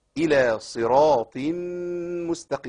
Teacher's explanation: صاد هنا مكسوره بس فيها اطباق، تفخيمها قوي برضه، لم يؤثر عليه كسر بنسبه كبيره زي الحروف الثانيه اللي هي القاف والغين والخاء.